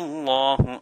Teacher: Allah pronounced with a full mouth because the alif has a fatha on it, and we have a qalqala at the end.